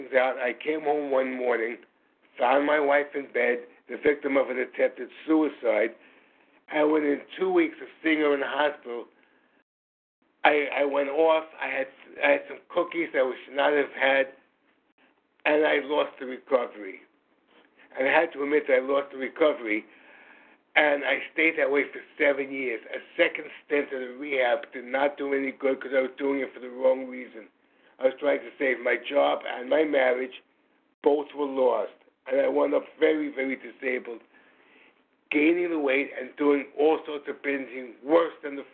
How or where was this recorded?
phone line